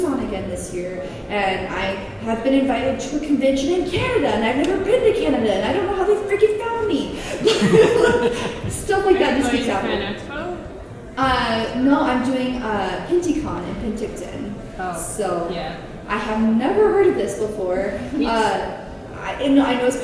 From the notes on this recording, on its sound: Wild Wild West Con 11 Panel. Recorded live at Wild Wild West Con at Casin Del Sol. Im Ballroom E.